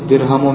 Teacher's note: بكسر الدال وفتح الهاء وهي المشهورة